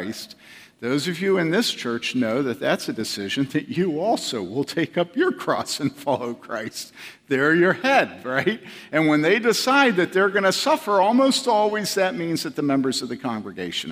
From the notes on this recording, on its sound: From the 2014 Clearnote Summer Conference.